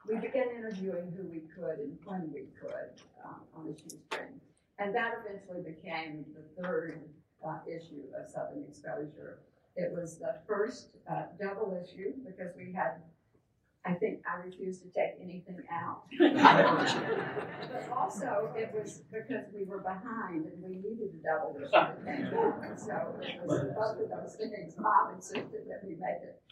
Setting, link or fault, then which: setting, live audience